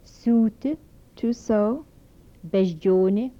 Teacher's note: Dental fricatives with palatalization.